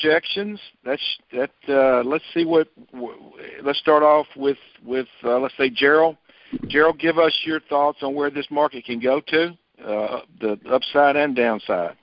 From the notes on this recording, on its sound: Monthly Conference Call